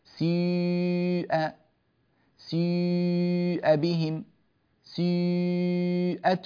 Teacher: نلفظ ياء ياء، ولكننا نضم الشفتين في أثناء نطق هذه الياء سيء سيء بهم سيئت وجوه، نطق غريب بعضكم قد يستغربه لكنه مروي ومنقول. · Term: الإشمام